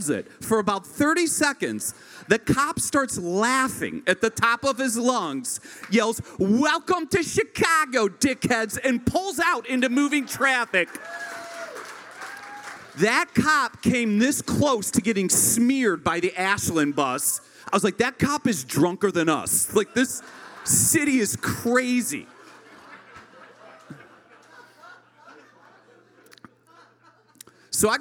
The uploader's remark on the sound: This unique structure allows the story to resonate with audience members as they experience the accompanying song covered by our house band, live at Martyrs in Chicago's North Center neighborhood.